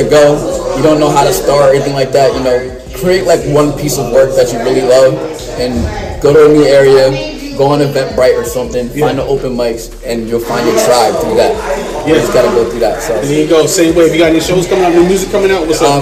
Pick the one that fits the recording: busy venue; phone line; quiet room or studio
busy venue